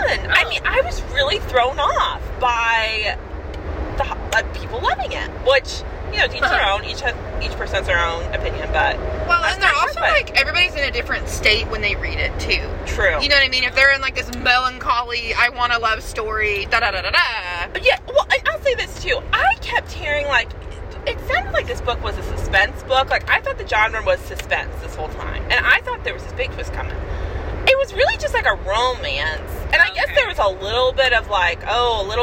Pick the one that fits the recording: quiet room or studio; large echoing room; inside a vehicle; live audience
inside a vehicle